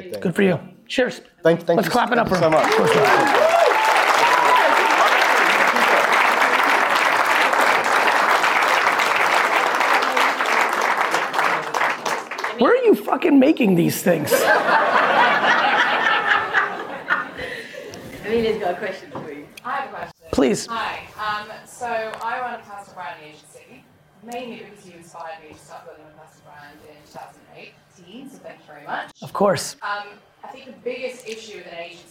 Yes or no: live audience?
yes